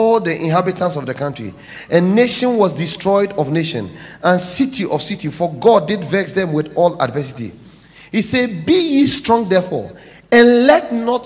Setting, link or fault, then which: setting, large echoing room